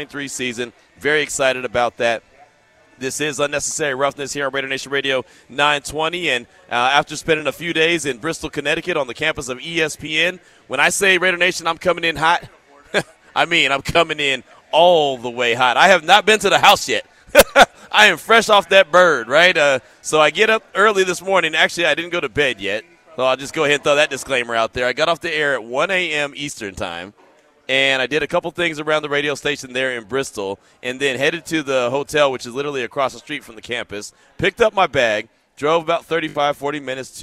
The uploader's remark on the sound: LIVE AT BUFFALO WILD WINGS